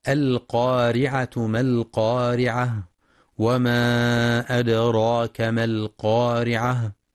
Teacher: ينتبه القارئ لتفخيم القاف في أعلى مراتبها لأنها مفتوحة وبعدها ألف، ولترقيق الراء لأنها مكسورة، والوقف على التاء المربوطة هاء ساكنة مع بيان صفة الهمس فيها القارعة، حيث يخطئ من يقرأ القارعة بإسقاط الهاء وقفا القارعة، والصواب إتمام الهاء وهمسها.